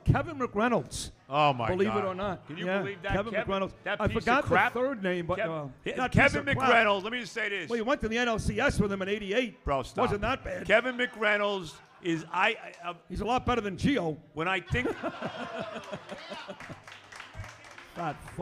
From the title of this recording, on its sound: Live from Hackensack Brewing